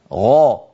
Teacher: فالغين مستعلية لكن ما فيها انحصار